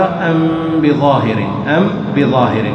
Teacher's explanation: ثم قال وأخفيا الميم إن تسكن بغنة لدى بائن، انتقل إلى حكم آخر من أحكام الميم وهي حكم الإخفاء. الميم الساكنة إذا وقع بعدها باء متحركة فإن الميم تخفى بغنة عند الباء · Term: الإخفاء الشفوي